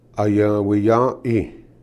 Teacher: The apostrophe represents a glottal stop. The glottal stop is the closing in of the throat at the middle of the English word uh-oh.